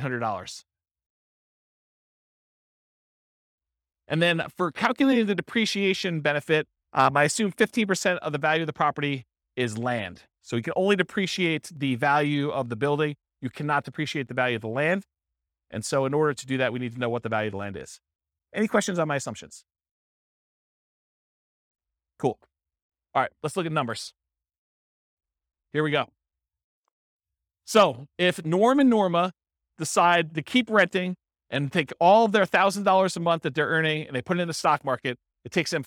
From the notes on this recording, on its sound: This was a live class recorded